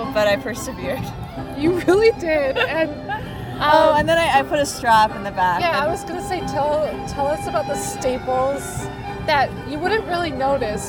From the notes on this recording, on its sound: We took a break, sat on a large rock in a park, and recorded this mini-episode!